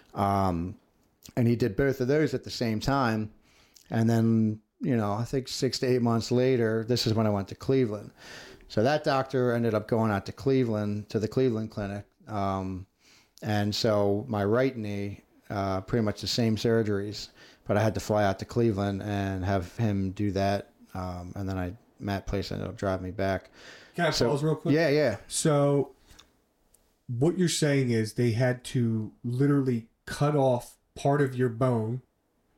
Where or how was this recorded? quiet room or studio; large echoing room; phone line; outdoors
quiet room or studio